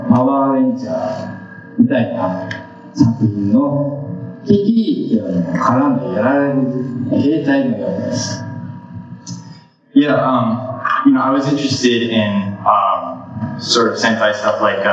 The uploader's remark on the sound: LIVE Panel. At Days of the Dead Con!! The audio for this is a little rough, as the convention did not have a proper set up to accommodate some of the recording hardware.